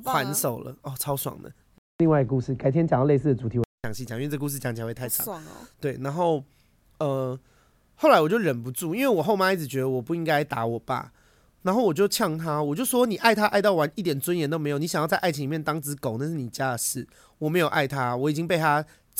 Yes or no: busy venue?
no